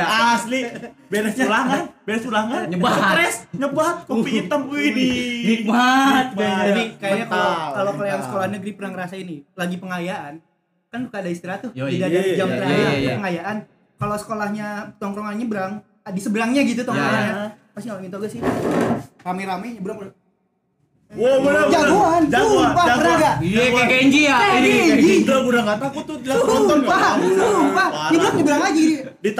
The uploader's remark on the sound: LIVE FROM SALAKA COFFEE